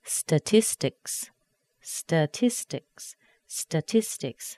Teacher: The ST combined together, make that T a little bit softer. Tis, there's your primary stress.